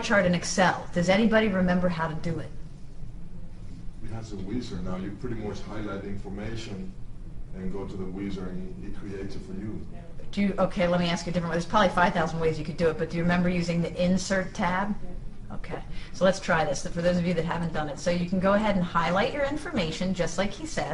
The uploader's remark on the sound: This is a clip from a live classroom so you will hear me interacting with students. This is a clip from a live classroom so you will hear me interacting with students.